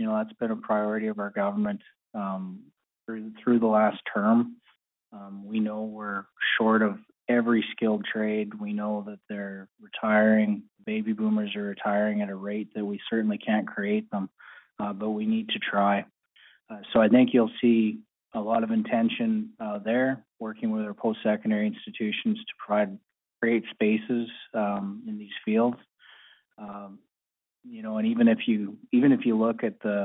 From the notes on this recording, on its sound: Budget 2024 Telephone Town Hall, Southern Alberta.